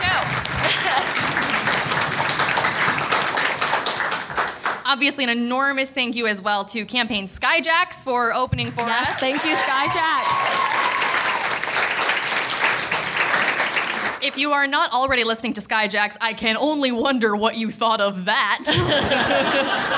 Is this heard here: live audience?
yes